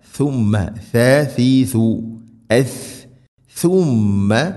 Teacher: സുമ്മ അല്ല, സുമ്മ സുമ്മ മീമിന് ഷദ്ദ് മണിക്കണം